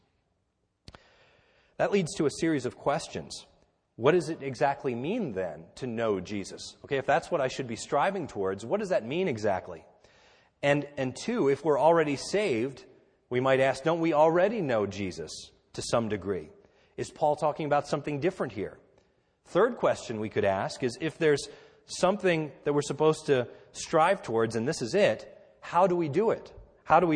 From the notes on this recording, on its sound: This is a sermon recorded at the Lebanon Bible Fellowship Church, in Lebanon, PA, on 12/31/2013 during our New Year’s Eve service